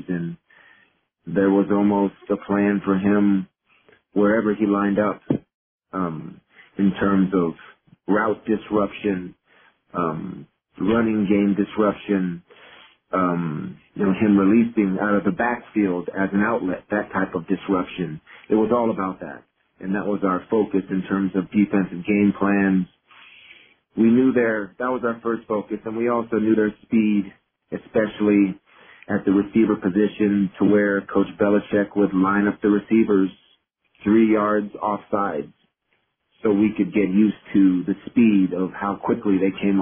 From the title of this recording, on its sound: Conference Call